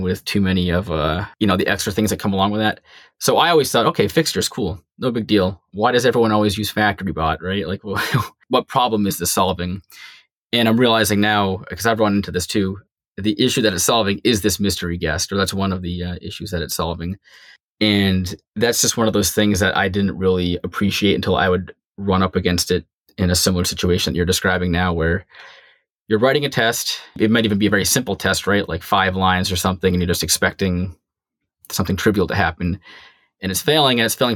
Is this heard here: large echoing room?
no